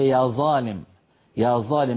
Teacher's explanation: أظ هذا الصوت أظ عند المحدثين هو ظاء عامية خاصة في الشام ومصر